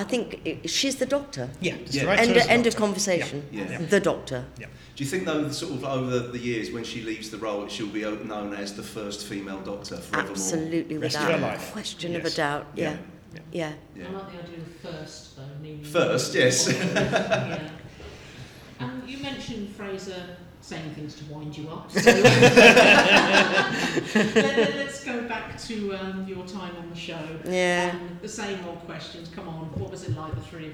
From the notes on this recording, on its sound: We have our third and final interview recorded at the Whooverville 9 convention in September.